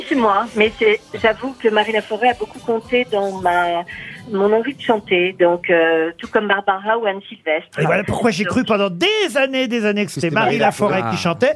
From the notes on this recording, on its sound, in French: les Grosses Têtes ont eu au téléphone